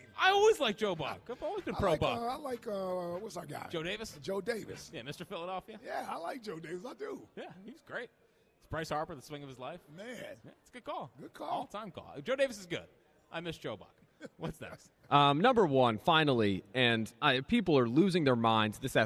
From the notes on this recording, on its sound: live from Chickies in South Philly